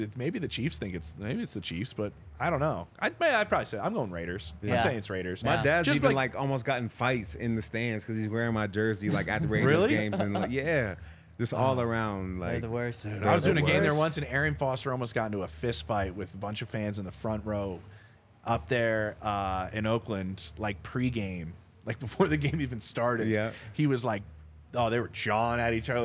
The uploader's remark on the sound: coming to you LIVE from the DNVR Bar